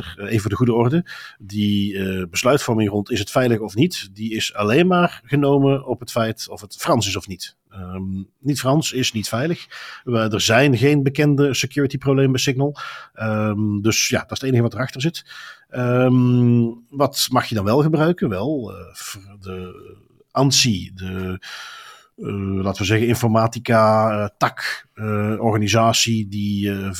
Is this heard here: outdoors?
no